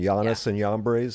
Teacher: It's probably Janus, like a Y sound, Janus and Jambres.